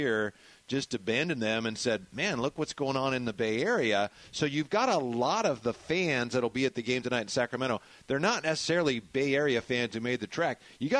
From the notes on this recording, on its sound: live from The Golden 1 Arena.